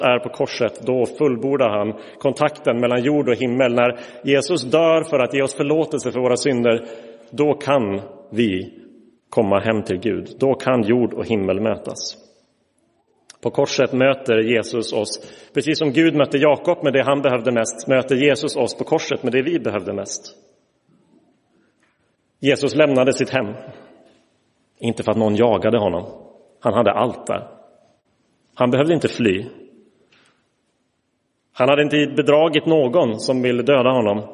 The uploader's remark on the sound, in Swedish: Inspelad i Roseniuskyrkan.